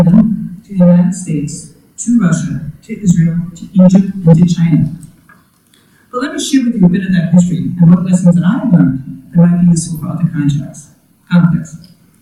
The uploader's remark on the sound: Event Recording